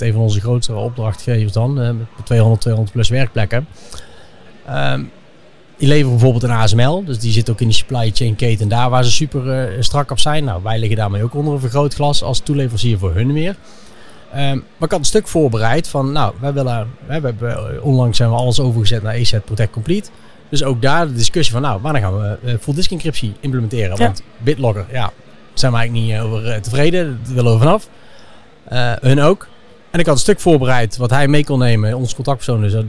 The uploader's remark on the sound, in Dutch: Live vanaf ESET Inspire!